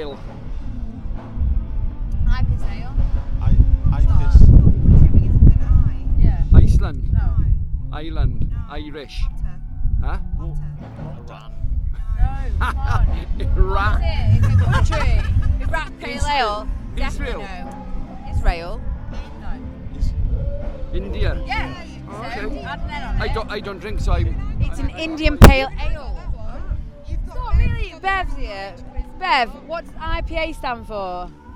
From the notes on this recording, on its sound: Sorry about the wind noise, I lost my muffler haha.